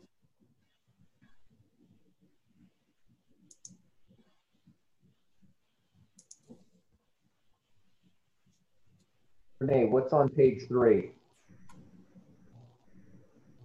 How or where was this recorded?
video call